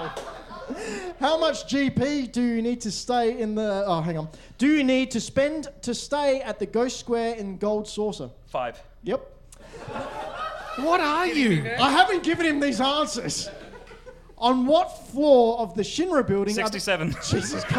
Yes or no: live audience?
yes